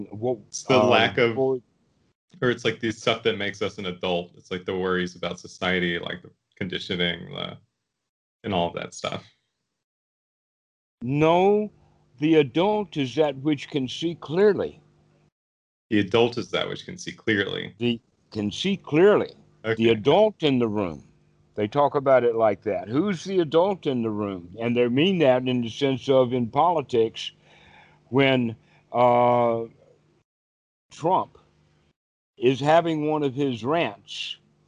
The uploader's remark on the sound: the date the call was recorded